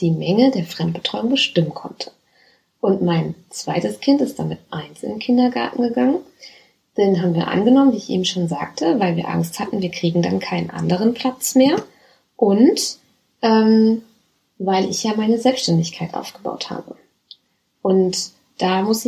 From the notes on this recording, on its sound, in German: Hatte es nicht gecheckt, dass mein Mikro nicht steckt. Hier ist eine recht schlechte Aufnahme mit dem internen Mikro.